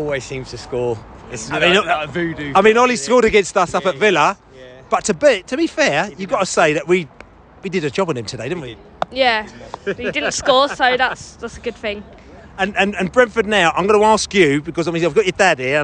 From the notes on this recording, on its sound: Post-Match Podcast from the Stands. In the Globe after the match.